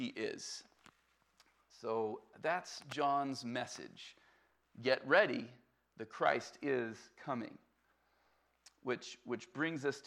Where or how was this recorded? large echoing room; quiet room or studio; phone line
large echoing room